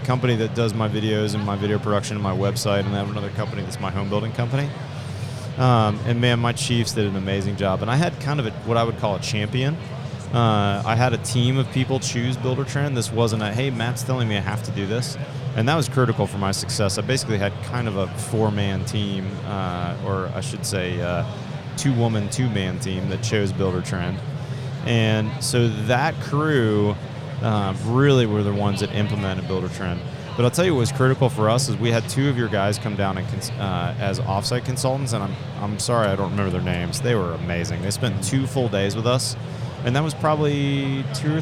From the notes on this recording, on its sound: This week on The Building Code we are LIVE from Las Vegas at the International Builders’ Show!